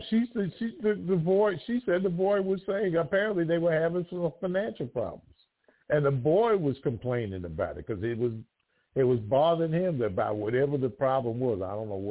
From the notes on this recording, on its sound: TALK RADIO TONIGHT! LIVE CALL.